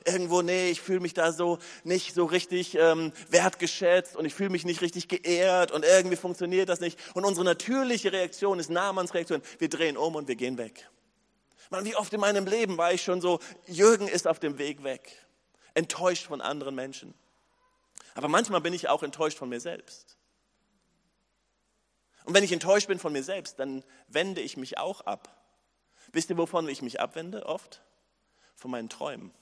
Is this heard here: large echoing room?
yes